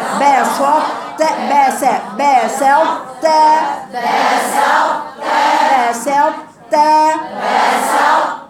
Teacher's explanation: يعني مش كامل، لان الطاء حرف قوي جدا، فبناخد منه استعلاءه واطباقه، ما بناخدش منه القلقله مع انه ساكن · Term: إضغام ناقص